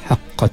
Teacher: Tak mati tu, apabila tak mati kita bunyi sedikit percikan angin udara · Term: hamas